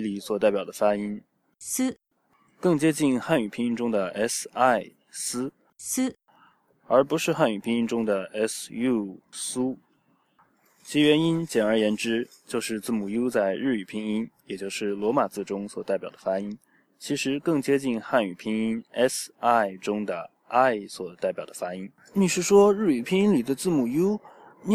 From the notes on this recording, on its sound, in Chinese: 本期节目录制于珠江边的绿道。